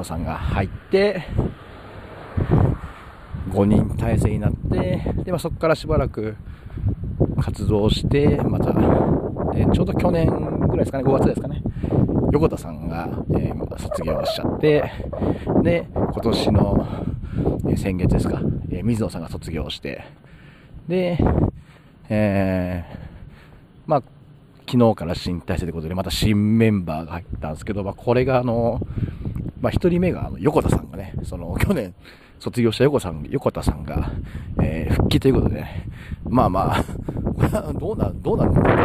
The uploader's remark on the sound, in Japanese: 今回は収録時風がめちゃくちゃ入り込んでしまい聞きづらいです。